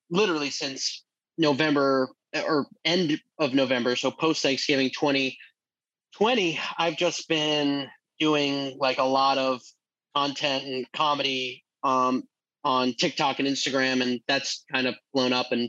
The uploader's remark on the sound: over Zoom this week